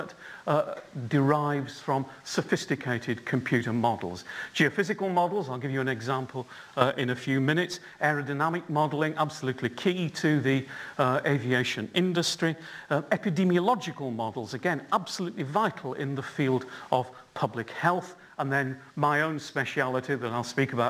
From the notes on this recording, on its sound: UCL Lunch Hour Lecture